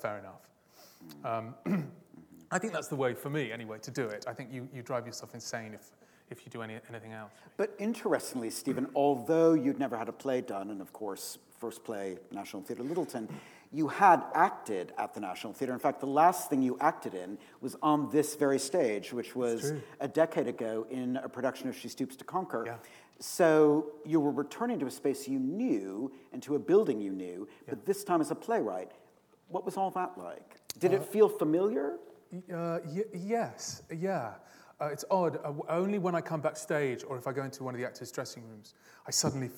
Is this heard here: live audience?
yes